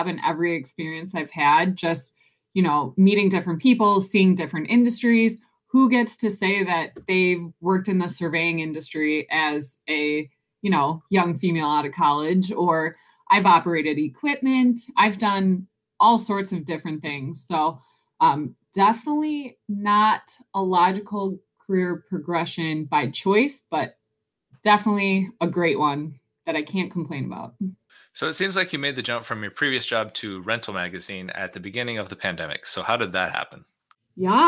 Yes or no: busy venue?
no